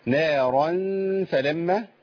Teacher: الراء المنونة بفتحة أو المفتوحة بتفخم.